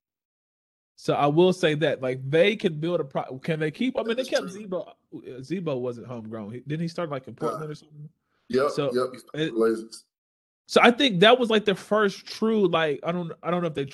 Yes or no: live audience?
no